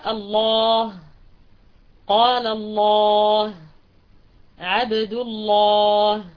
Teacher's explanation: اللام المفخمة، وذلك في اسم الجلالة إذا سبقها فتح أو ضم أو ابتدأ بها